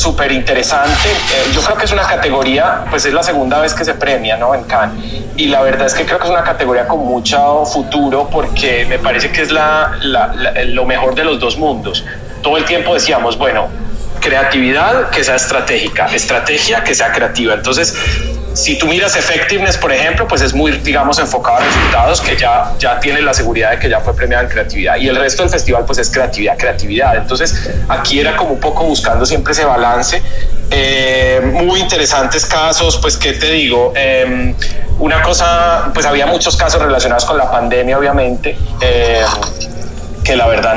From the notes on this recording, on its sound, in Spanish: Clubhouse Cannes Lions. En nuestro podcast-bar.